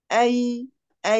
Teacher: الياء عندي هتأتي منين؟ وسط اللسان، بس هيكون الاعتماد على جانبي وسط اللسان